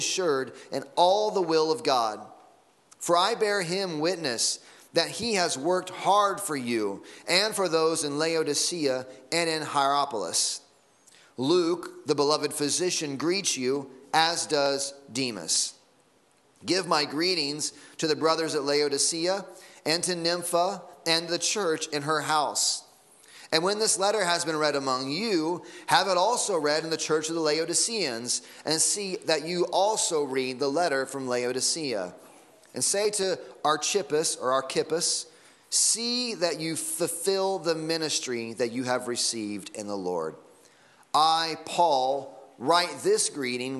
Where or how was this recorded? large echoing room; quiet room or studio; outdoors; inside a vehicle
large echoing room